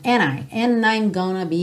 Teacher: O and com o I, ele juntou aqui pela letra N. Por isso você não ouve bem o D, tá? Poderia, não seria de forma alguma errada você dizer and I'm gonna be.